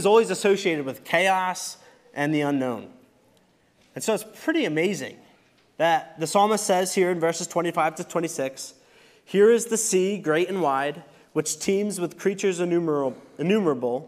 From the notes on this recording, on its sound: Recorded service from November 26, 2023.